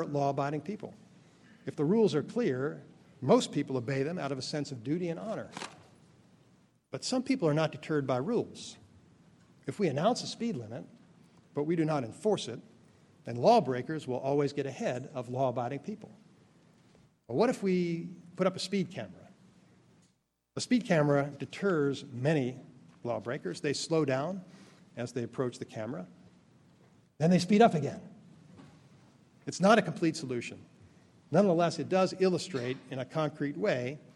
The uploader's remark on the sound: Keynote Speech at the City Bar’s 7th Annual White Collar Crime Institute. Gives the keynote address at the New York City Bar Association’s 7th Annual White Collar Crime Institute.